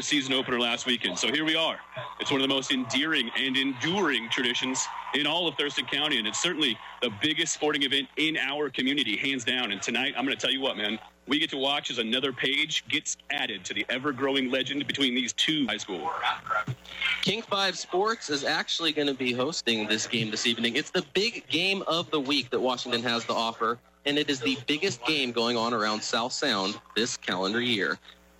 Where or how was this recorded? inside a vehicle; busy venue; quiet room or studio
busy venue